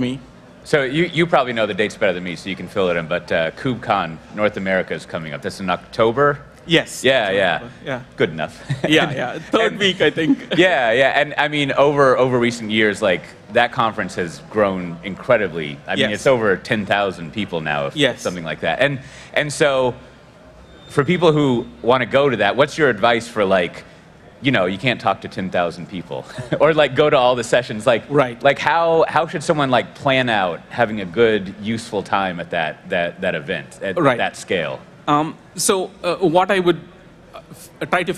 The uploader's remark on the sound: This interview was recorded at VMware Explore 2022.